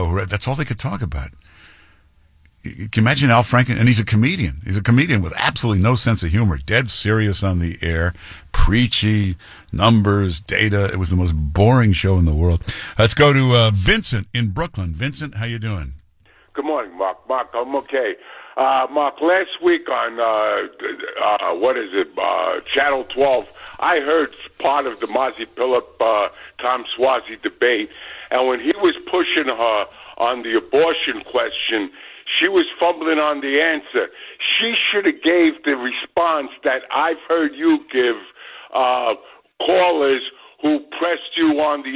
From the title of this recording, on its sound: Takes Your Phone Calls